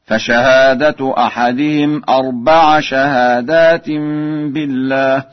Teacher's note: قرأ ورش أربع بنصب العين